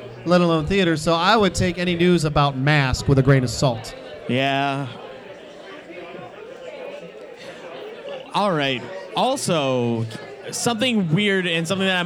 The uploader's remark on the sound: The second part of our live appearance from Carol and John's Comic Shop in Cleveland for FCBD 2018.